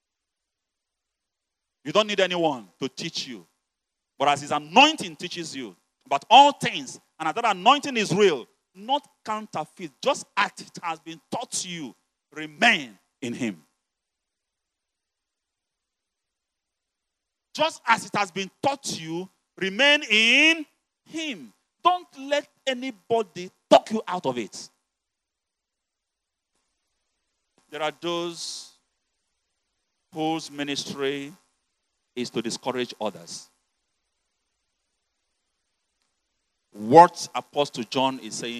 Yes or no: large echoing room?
yes